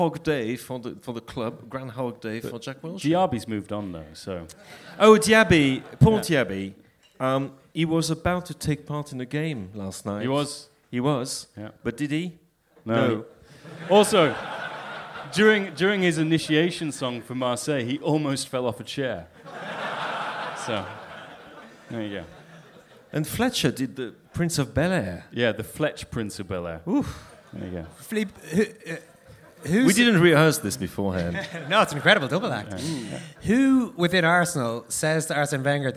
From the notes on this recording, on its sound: Live Q&A event held at Dublin's Sugar Club on 3rd March 2016. The first half of the Blizzard's live Q&A event held at Dublin's Sugar Club.